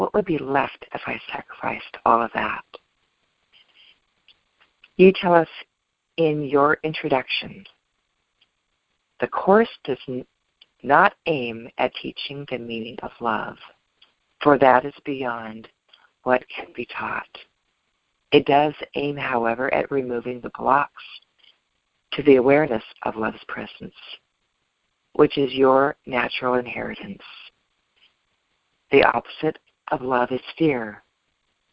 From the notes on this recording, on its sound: ACIM Daily TEXT Conference Call.